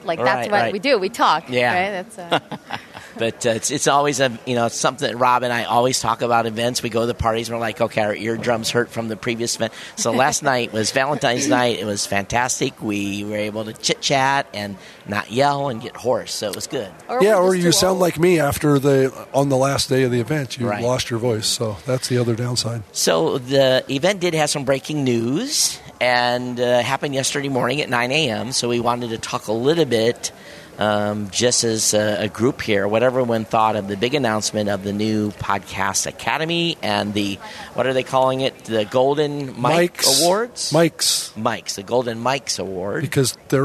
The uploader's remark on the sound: live at Podcast Movement Evolutions